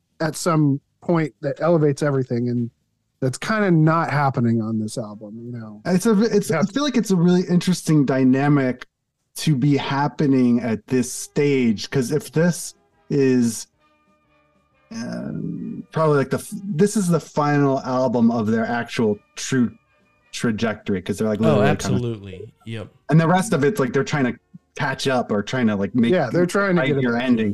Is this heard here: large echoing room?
no